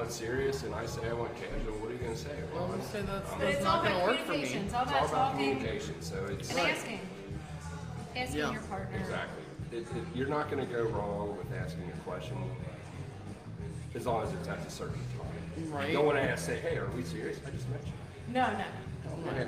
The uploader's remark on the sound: We are LIVE at Pandemonium in Latonia, KY